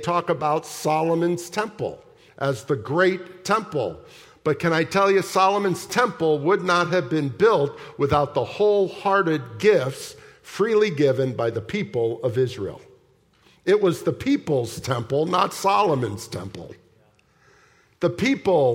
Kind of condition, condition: setting, large echoing room